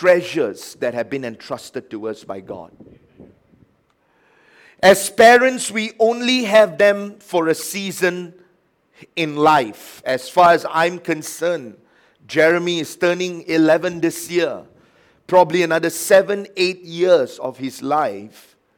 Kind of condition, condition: setting, large echoing room